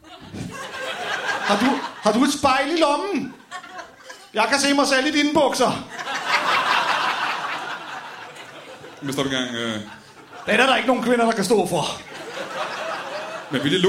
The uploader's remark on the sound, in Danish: LIVE fra Fermaten i Herning